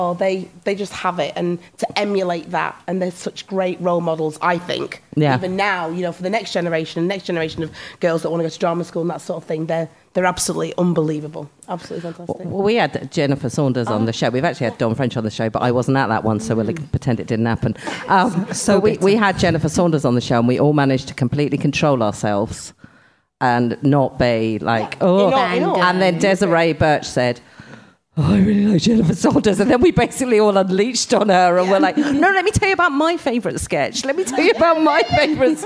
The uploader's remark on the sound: This episode was recorded in front of a live audience at Leicester Square Theatre.